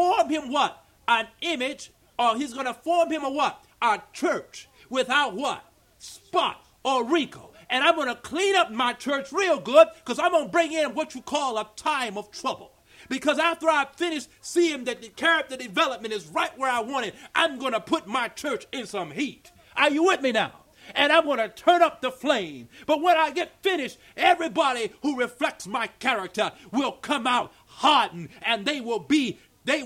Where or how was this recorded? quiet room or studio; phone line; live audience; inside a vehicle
live audience